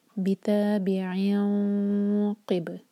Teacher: تو ہیوینیس لانے کے لیے زبان کے مڈل کا پارٹ تھوڑا سا اوپر اٹھاتے ہیں اور جو قاف کا مخرج ہے اس کے قریب لے جائیں گے. بتابعین قب، با پر قلقلہ، سکون کے بعد لام ہے تو لام پر زور دیں گے. · Term: اخفا